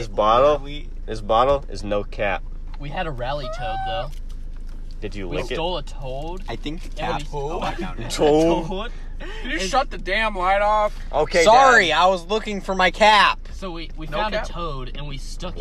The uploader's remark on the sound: an incredible talk in the car